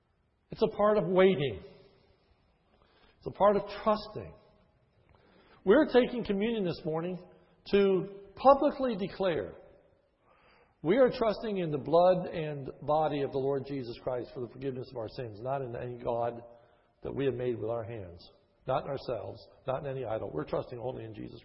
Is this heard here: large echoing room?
yes